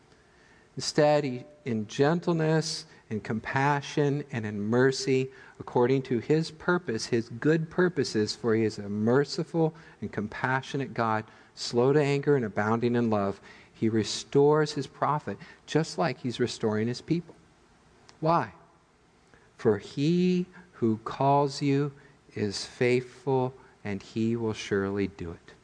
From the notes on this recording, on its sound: Midland Evangelical Free Church Sermon Audio